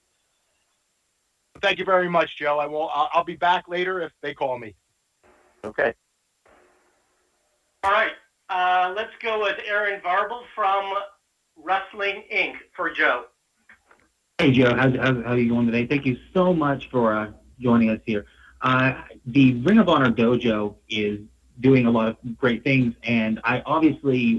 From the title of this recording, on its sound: ROH Best In The World Media Call